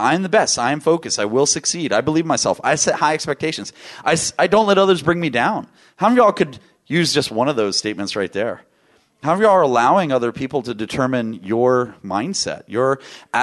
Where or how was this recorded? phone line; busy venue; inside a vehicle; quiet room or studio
busy venue